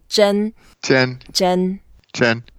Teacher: It's the first tone, and we can take our time, make it a bit longer if you want.